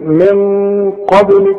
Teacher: القاف مفخمة، هنفخم الغنة من اجل القاف دي، والغنة هتخرج من الخيشوم من المناخير كده